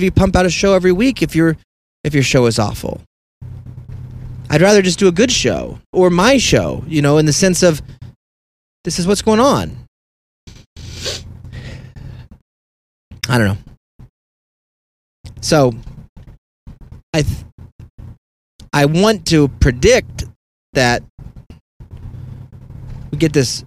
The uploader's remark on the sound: all while driving without being able to see